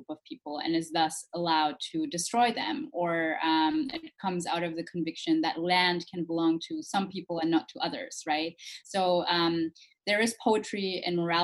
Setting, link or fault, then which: link, video call